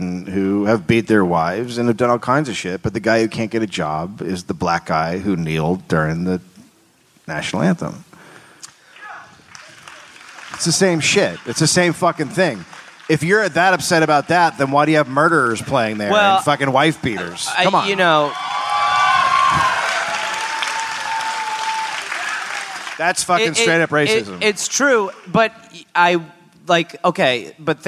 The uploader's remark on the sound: Recorded live in Dallas, Texas.